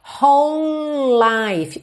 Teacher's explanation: eu junto tudo aqui porque é como se eu tivesse dois L's ligados, já que o E do whole não é pronunciado